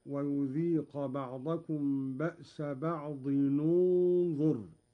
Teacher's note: قرأ قالون بضم أولى الساكنين، وهو تنوين الضاد هكذا: ويذيق بعضكم بأس بعض ننظر.